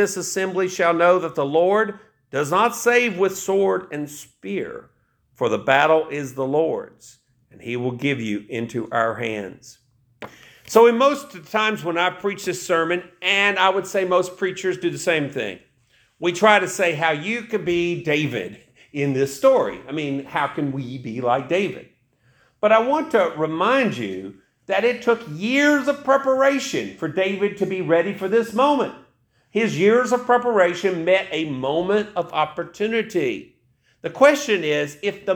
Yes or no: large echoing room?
yes